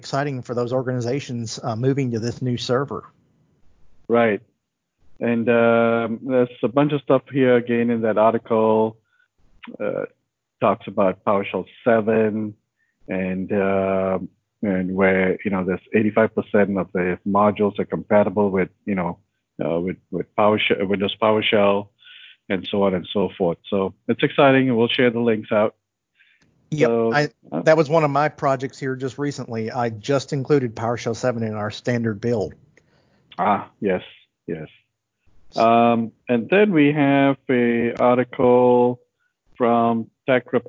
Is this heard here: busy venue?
no